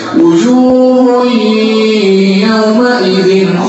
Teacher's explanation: تنوين بعده ياء اضغام بغنه